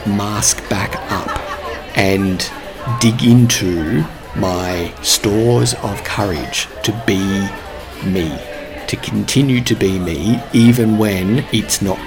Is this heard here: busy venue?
yes